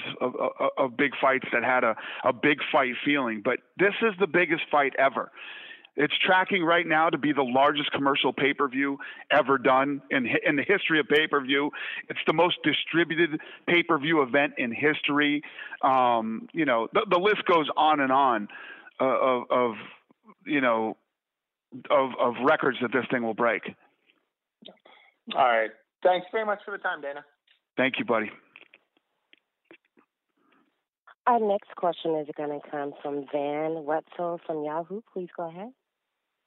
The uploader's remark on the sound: conference call